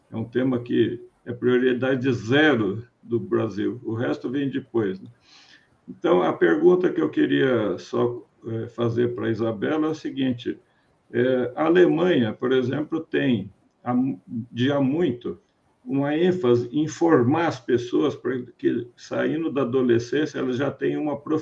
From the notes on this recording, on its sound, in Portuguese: Este é o áudio da Live